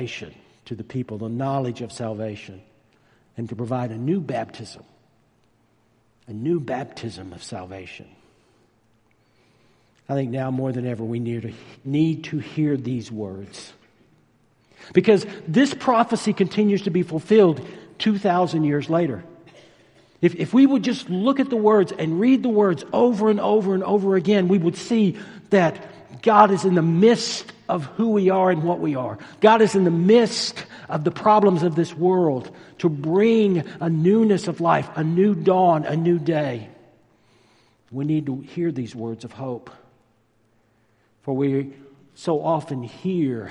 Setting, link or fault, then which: setting, large echoing room